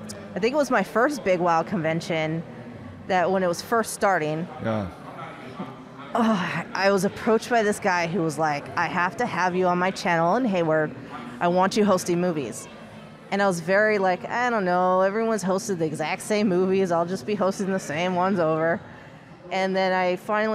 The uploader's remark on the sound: Live” at East Bay Comic Con. Come to you "live" once again from another great convention!